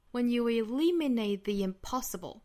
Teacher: eliminate 它这个重读音节应该是在第二个音节上，也就是在 li 上面。 When you eliminate the impossible, eliminate 尾部它省掉 the impossible,这里面也是需要注意这个 the 的变音，后面只要遇到元音了，这个 the 都是需要做变音的哈，从